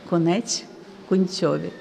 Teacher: а в підляських говірках «ці м'який»